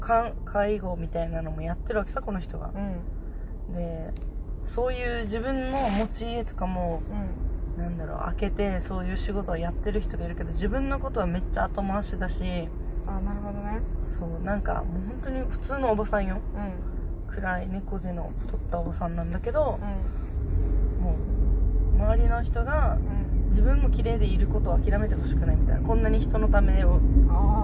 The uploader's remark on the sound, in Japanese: ドライブ収録でお届けしたいと思います